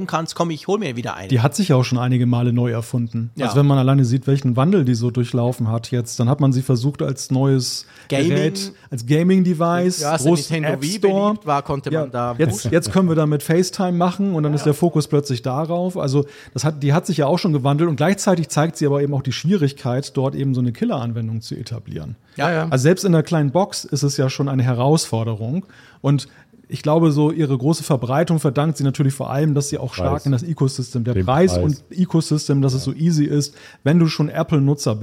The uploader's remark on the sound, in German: Live aufgenommen auf dem Apfelfunk Event in Wolfsburg. Umfrage vor Ort. Fragen aus dem Publikum.